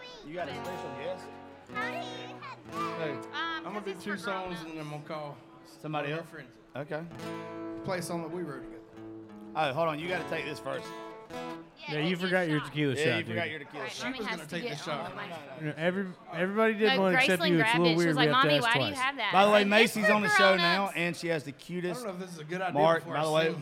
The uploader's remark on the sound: Rounds At Live Oak In Nashville